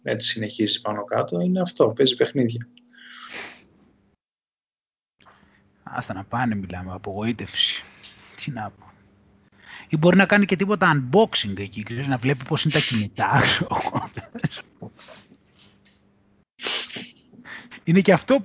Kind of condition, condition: link, video call